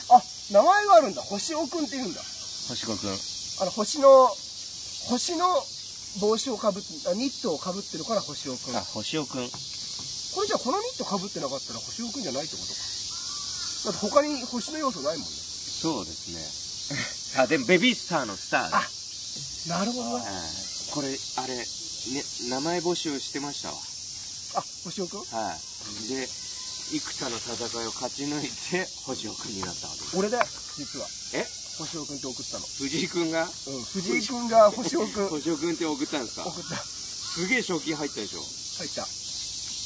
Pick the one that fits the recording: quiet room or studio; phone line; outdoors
outdoors